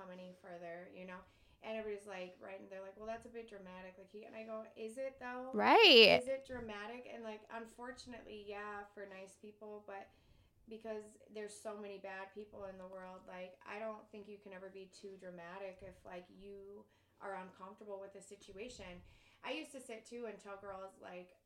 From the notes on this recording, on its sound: For the first time in a long time I messed up and forgot a step while we were recording. I did my best to make the audio work.